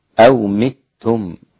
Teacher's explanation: أو متم، أو متم. كلمة متم أيضا قرأت بكسر الميم، أو متم هكذا.